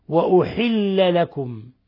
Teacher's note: قوله تعالى وأحل لكم قرأ حفص وحمزة والكسائي وأبو جعفر وخلف بضم الهمزة وكسر الحاء